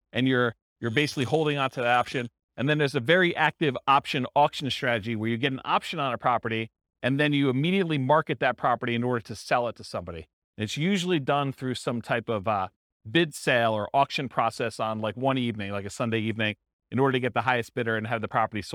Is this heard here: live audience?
yes